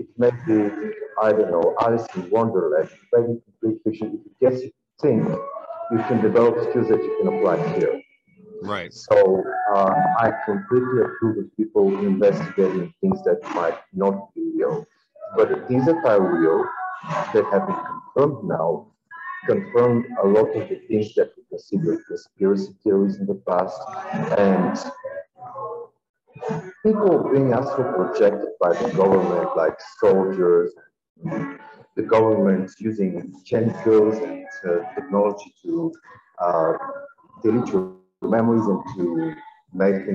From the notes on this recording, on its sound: i apologize for the rough audio on this episode, i cleaned it up as much as i could